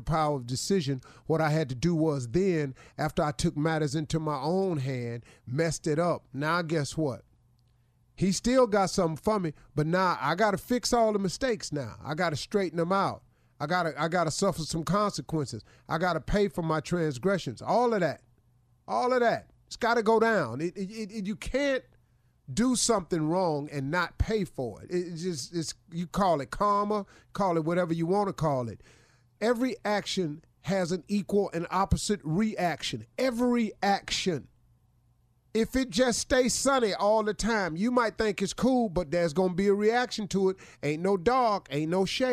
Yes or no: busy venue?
no